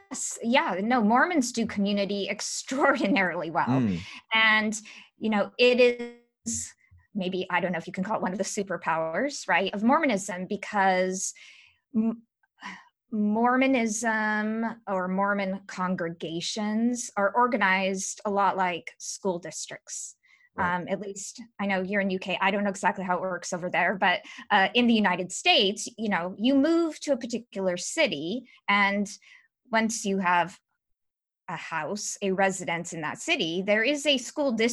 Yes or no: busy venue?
no